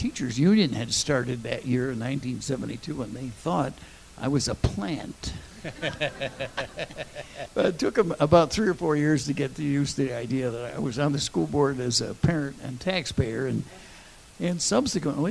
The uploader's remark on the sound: During a live performance at the Reg Lenna Center for the Arts Multimedia studios. Recorded in front of a live studio audience.